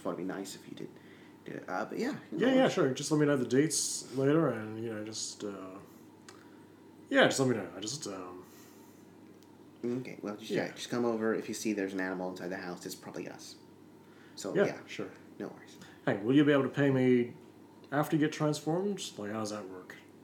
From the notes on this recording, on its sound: Excuse the constant ceiling fan and water bottle noises. It was a hot day when we recorded this.